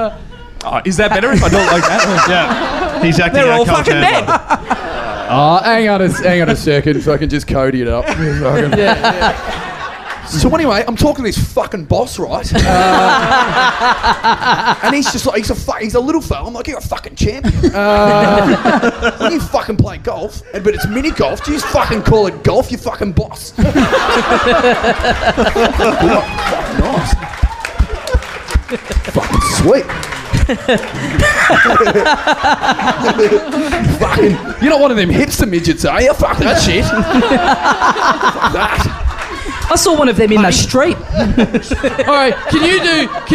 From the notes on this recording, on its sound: Recorded LIVE at The Joint on April 5th, 2015.